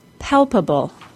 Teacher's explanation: the A-B-L-E suffix causes the word to be stressed on the third from the last syllable, or for this word, the first syllable